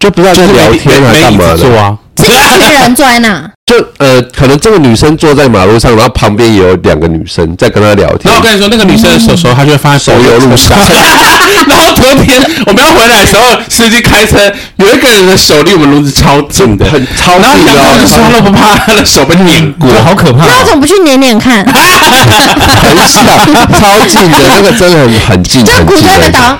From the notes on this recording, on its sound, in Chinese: 這集音質很容易破音，大家都太激動了。